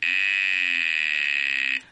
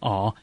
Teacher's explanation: So if you imagine saying R, you open the jaw. So if you contrast R with E, E has a closed jaw, R has an open jaw.